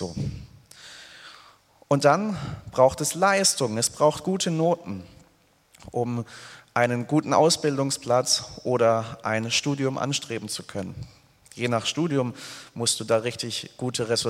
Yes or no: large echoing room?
yes